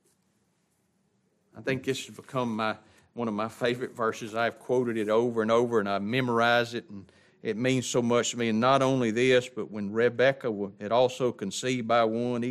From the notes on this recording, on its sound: It was taught in the adult Bible class of Grace Baptist Church in Ruston Louisiana.